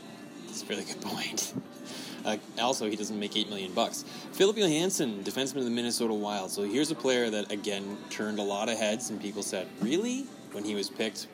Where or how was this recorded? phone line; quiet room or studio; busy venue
busy venue